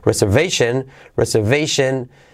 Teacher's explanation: reservation, dicho de prisa, la segunda R es floja, más flojita. · Term: la R decae